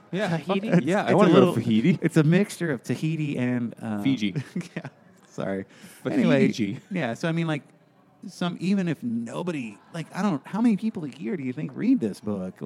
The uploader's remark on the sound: Moby Dick by Herman Melville at Finback Brewery.